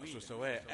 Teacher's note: والمد ده اسمه مد عوض عن التنوين. حركتين.